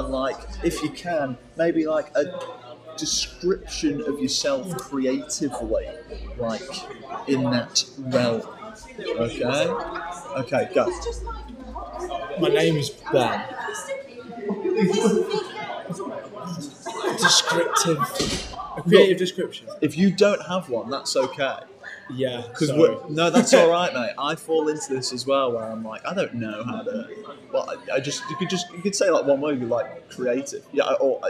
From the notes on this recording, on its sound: at the NSDF festival!